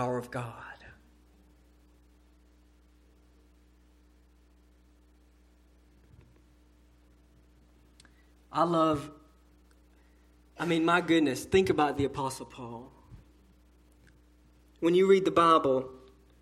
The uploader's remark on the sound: A sermon delivered to Cottondale Baptist Church in Eastman, GA on Sunday 1/14/18 during the 6:00pm service